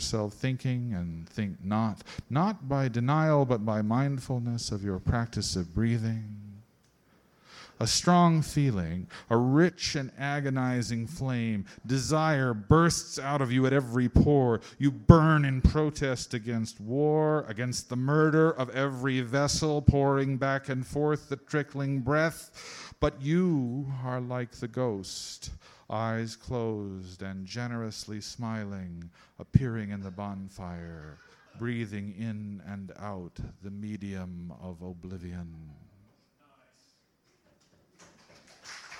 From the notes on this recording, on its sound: Hosts this Open-Mic from late 2000 or early 2001. Featuring a variety of poets and musical performances.